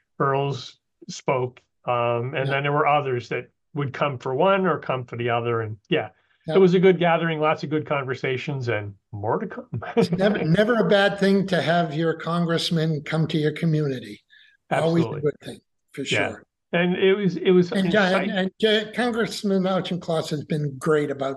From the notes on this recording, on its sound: We had our conversation via the Zoom Conference Bridge on Friday, January 5, 2023.